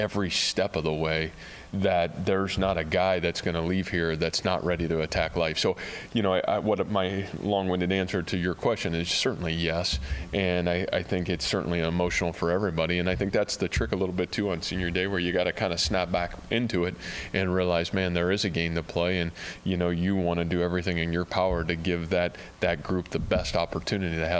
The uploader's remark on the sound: during his weekly press conference